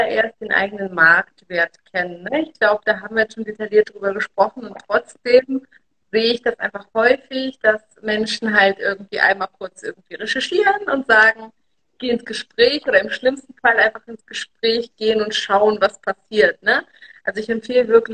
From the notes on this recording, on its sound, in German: Aufzeichnung des Instagram-Live